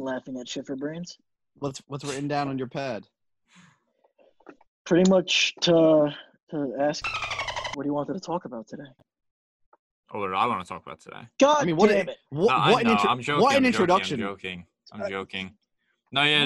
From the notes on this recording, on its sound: Some lagging on our Zoom call.